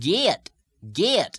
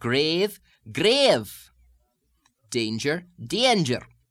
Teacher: having an intrusive y sound coming in. So instead of gate, you might get gate, gate.